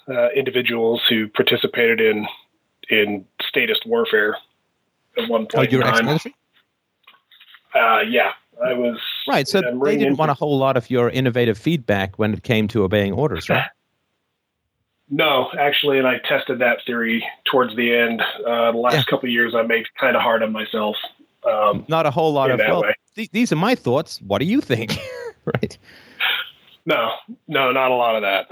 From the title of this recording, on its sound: Call in Show